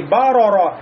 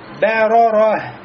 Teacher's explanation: Бэ у нас будет мураккака, а ро будет у нас муфахоме. · Shown in: second take · Получается не бароро, а бэроро.